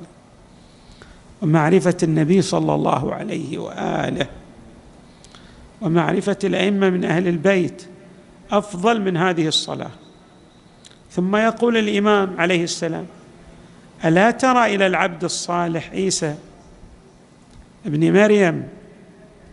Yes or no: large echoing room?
yes